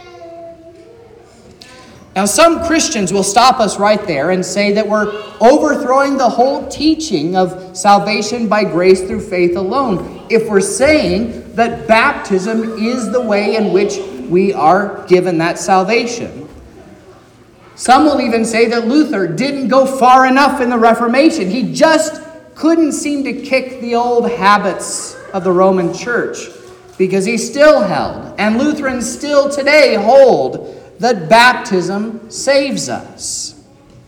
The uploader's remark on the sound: This is the sermon preached at Trinity Lutheran Church in Vallonia, Indiana, on Sunday, July 16th, 2023